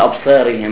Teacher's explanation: أنه يمكنك أن تتلفظ بهذه الألف قريبة من الياء، فإذا كان يوجد كسرة يسهل على الفم أن يتلفظ بالألف قريبة من الياء، حتى لو وجد معها حرف من حروف الاستعلاء أو راء مضمومة مثلا. · Term: الإمالة